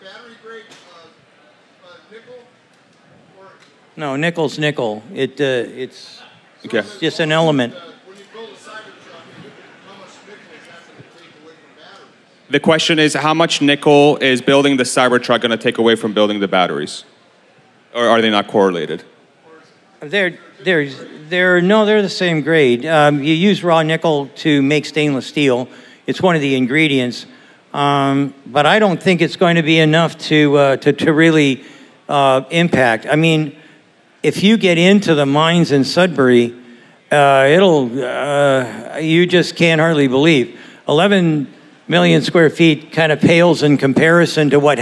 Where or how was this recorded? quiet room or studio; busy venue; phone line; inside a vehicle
busy venue